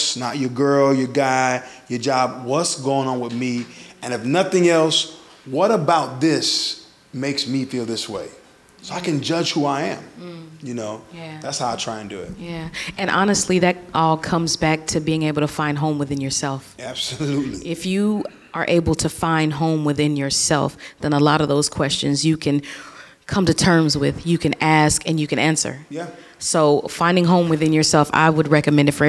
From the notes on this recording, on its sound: This episode is the first live installation of the Sonshine State. With a live audience, various opinions are expressed, and it allowed for an even greater dialogue.